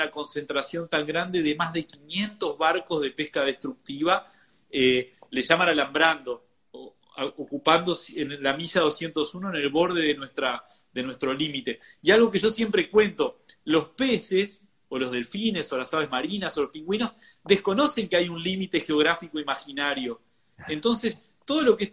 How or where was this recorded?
video call